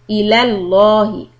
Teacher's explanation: Lafzi jalala lam here is heavy in ilallahi. So lam fatha becomes law.